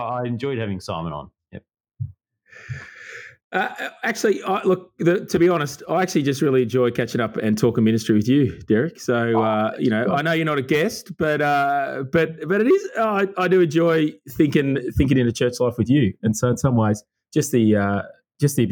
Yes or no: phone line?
no